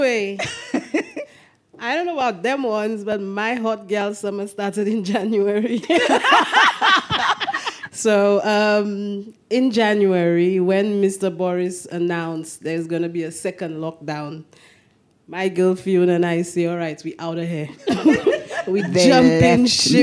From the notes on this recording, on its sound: Our season finale recorded at this years London Podcast Festival was an actual dream come true for us.